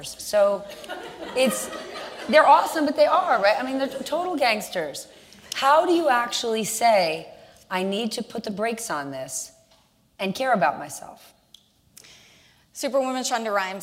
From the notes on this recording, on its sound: Recorded September 16, 2019, in front of a live audience at New York's 92nd Street Y.